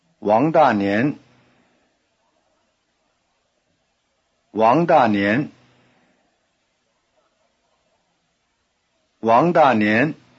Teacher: try repeating the full name, rising, falling, rising.